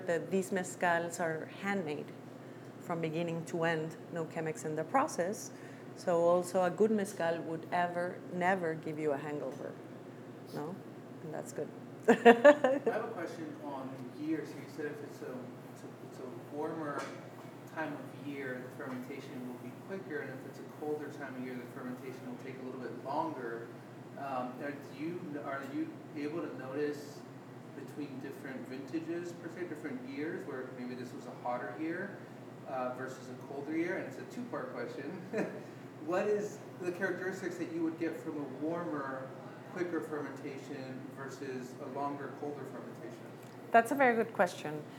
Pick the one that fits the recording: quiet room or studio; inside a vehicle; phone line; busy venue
busy venue